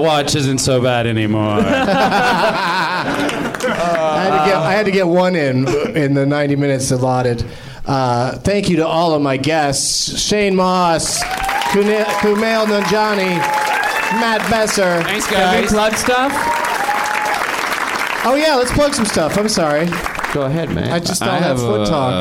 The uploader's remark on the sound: Live from the NerdMelt Showroom in LA